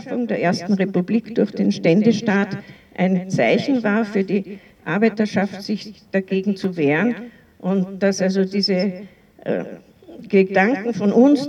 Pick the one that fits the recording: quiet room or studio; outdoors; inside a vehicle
outdoors